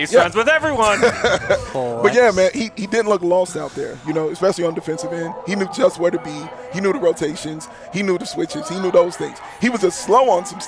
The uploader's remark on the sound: The CHGO Bulls crew are LIVE from Stadium Swim at Circa Resort & Casino in Las Vegas.